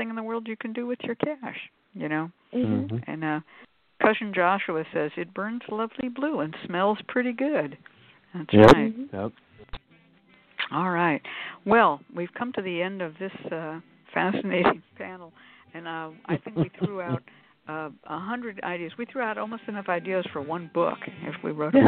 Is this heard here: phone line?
yes